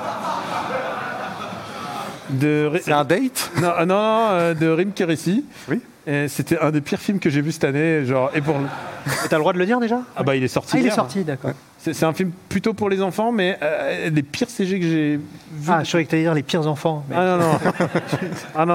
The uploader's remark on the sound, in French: En live depuis l'ESpot. Pour un nouvelle émission en public, enregistrée sur le plateau mirifique de l'ESpot Paris.